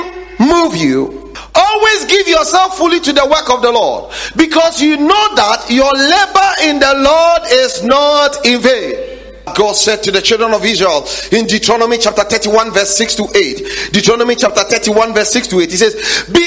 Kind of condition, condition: setting, large echoing room